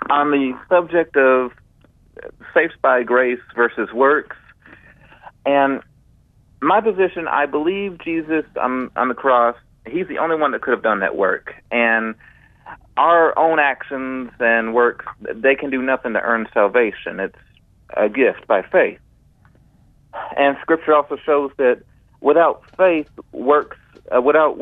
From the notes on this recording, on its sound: Takes Your Calls Live from New York City